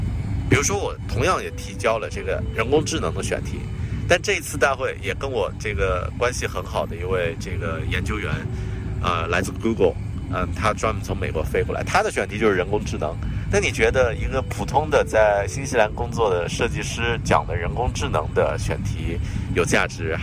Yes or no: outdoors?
yes